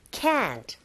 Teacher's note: 그래서 강세를 받기 때문에 우리가 can't의 t 사운드가 잘 안 들린다 하더라도 can't 이렇게 길게 발음하게 되죠